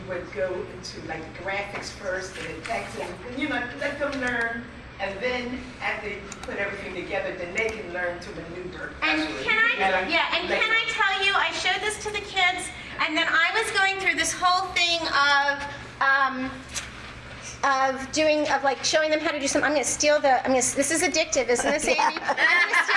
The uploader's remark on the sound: A recording of a live event from a presentation. At Temple University.